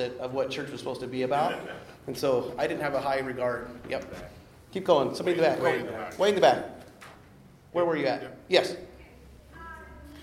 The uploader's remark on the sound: The following audio comes from the National Disciple Making Forum.